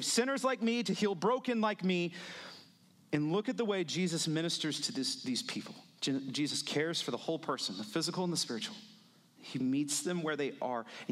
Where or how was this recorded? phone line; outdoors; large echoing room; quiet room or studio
large echoing room